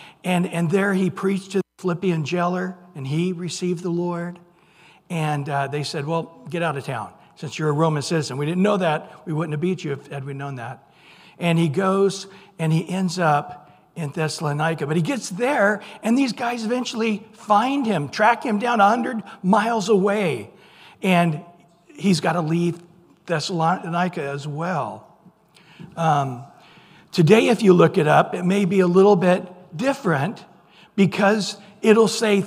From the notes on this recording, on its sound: Recorded at Calvary Chapel of Los Alamitos